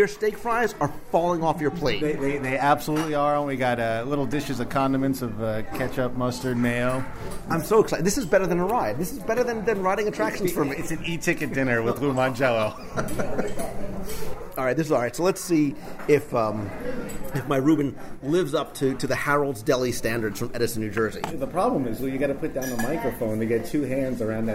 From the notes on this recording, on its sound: We're going to do a live restaurant review of the Plaza Restaurant in the Magic Kingdom. Review the food live with a recent WDW Radio contest winner.